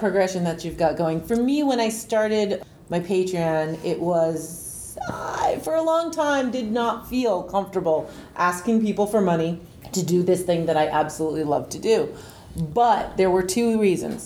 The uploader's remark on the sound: In this panel from Balticon 51